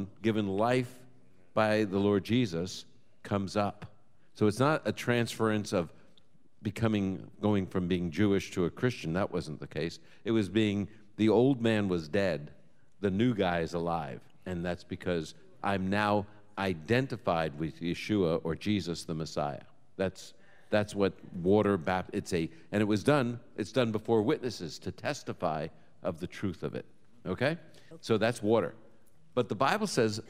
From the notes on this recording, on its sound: Live from Boca Raton, FL. Answers questions from our live audience.